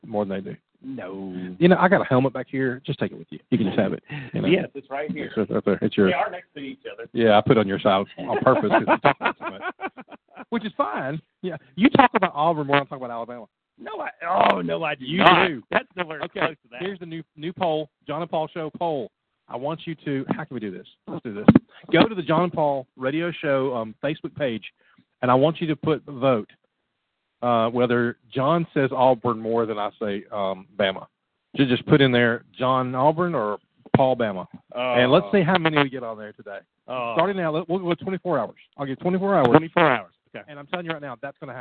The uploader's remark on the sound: Call in Q & A show.